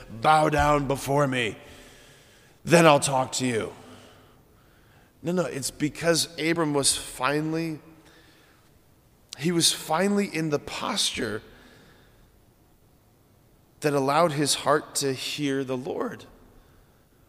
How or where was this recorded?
large echoing room